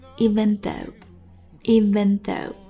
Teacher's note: even 跟 never 一样，和 V 上排牙齿碰下唇